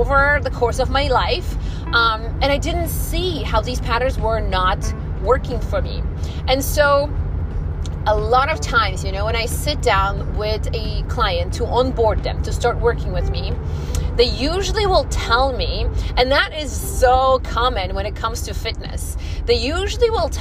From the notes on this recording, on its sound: This episode came out of me as I drove to the Whole Foods one day. There’s background noise.